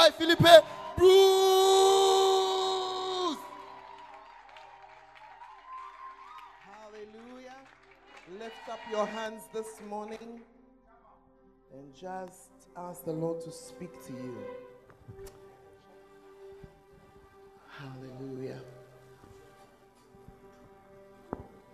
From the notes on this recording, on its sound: Preached At The First Love Center, Ayeduase (The Presence Service)